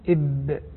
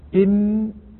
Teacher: إب إم إم إم إم، إذا بنلاحظ إم من باطن الشفتين بين إب من ظاهر الشفتين، فتكون الباء مستوعبة للشفتين أكثر من استيعاب الميم لهما